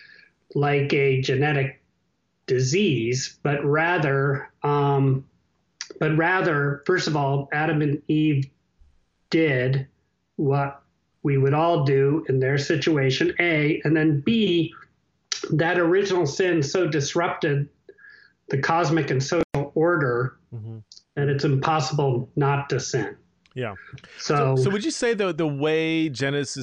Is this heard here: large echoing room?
no